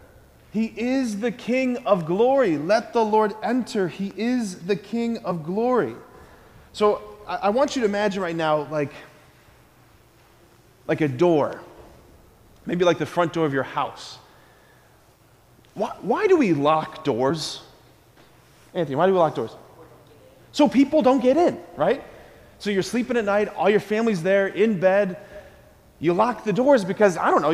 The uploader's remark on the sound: preached this homily on December 20, 2023 at Sacred Heart of Jesus Catholic Church in Wadsworth, OH